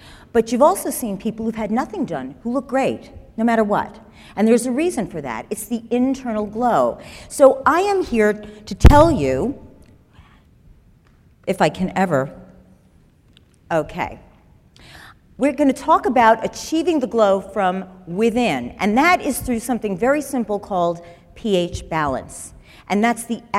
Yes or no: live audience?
yes